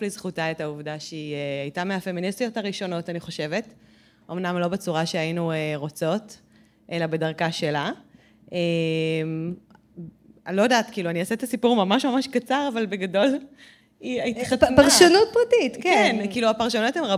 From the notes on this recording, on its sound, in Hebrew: בפרק מיוחד בפודקאסט שלראשונה הוקלט בשידור חי במסגרת אירועי שבועות של ארגון ׳אלומה׳ ועיריית הוד השרון.